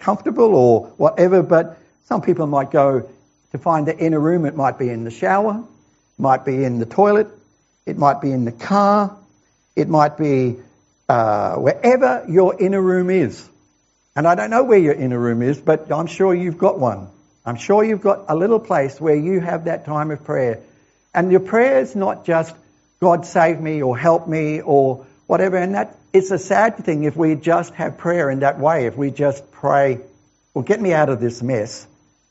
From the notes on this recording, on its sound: This sermon was preached at The Rock Christian Church